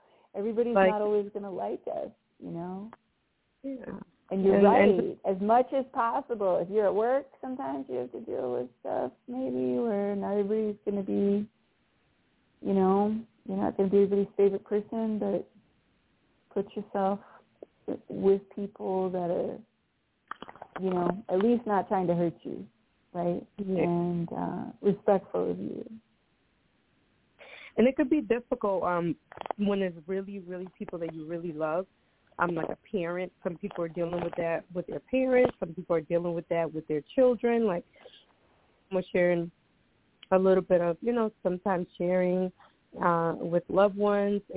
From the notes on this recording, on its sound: Those who call in will form a panel